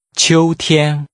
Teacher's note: Using two high-level tones, say fall or the fall.